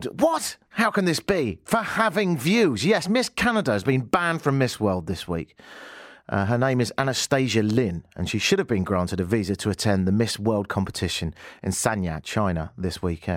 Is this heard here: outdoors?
no